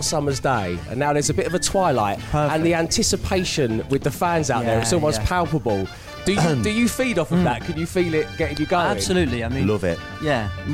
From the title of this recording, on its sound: Live from The Isle of Wight Festival